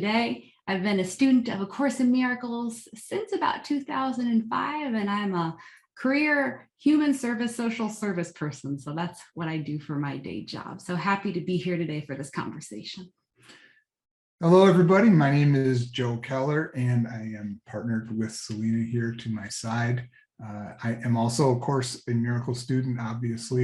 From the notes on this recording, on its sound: Please enjoy the audio from a recent Foundation For Inner Peace webinar